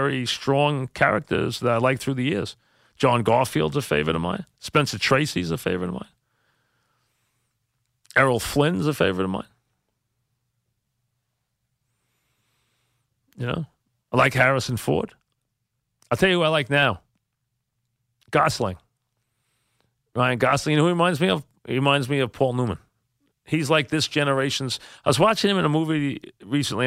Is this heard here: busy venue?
no